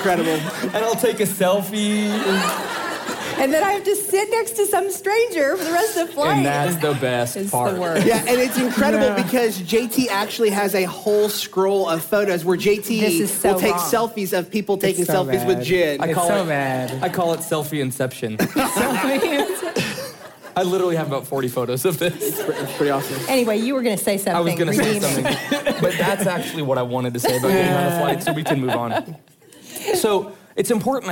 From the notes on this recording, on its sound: live from the Proclaim Truth Conference